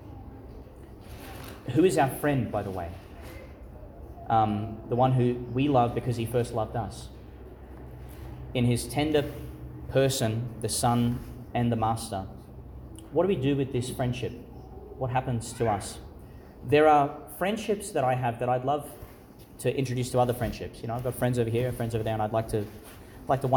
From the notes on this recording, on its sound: Homily for Easter Sunday, delivered in St Patrick's Catholic Church, Calliope, Qld.